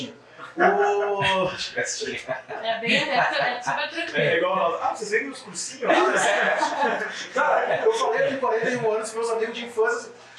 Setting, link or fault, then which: fault, poor sound quality